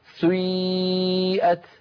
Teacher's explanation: بيبدأون بضمة ثم يعودون إلى الخلف فينطقون ياء هكذا سيئت، هذه الحركة يسميها العلماء حركة مركبة، مركبة يعني من حركتين أولها ضمة وآخرها كسرة كما نطقتها لك سيئت وجوه الذين كفروا، هكذا تنطق يا أخي الكريم بارك الله فيك.